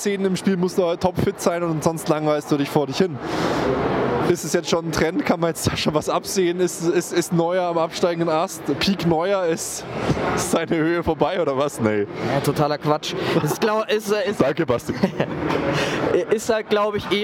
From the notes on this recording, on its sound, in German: Dieses Mal melden sich wir uns live für Euch aus dem Stadion und von der 115 Jahre FC Bayern Party im Backstage.